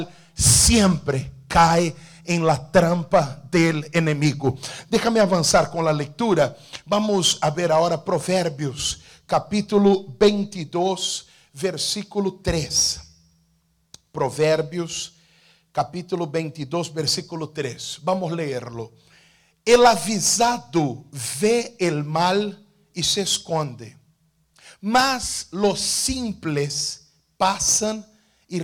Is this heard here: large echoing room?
yes